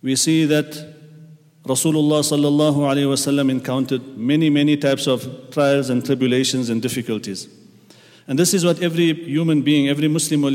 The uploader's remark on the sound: At the Houghton Masjid (West Street).